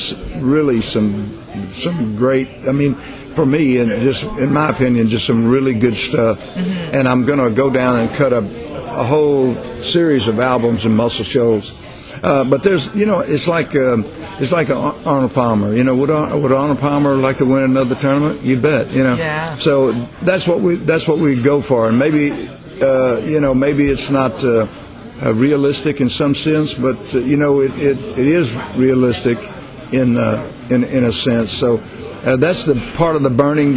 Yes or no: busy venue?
yes